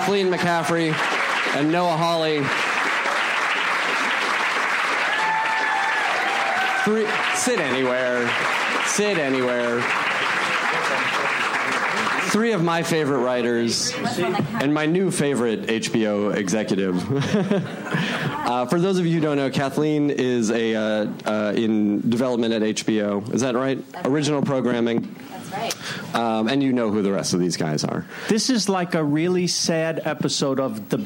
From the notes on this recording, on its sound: Panel from ATX Television Festival. Recorded June 5, 2015 at ATX Television Festival.